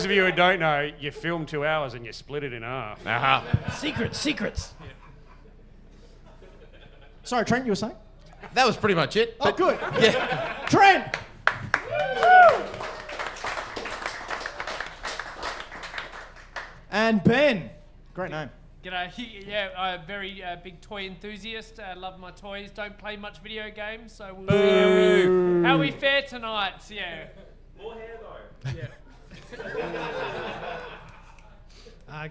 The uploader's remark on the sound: All in front of a LIVE CROWD!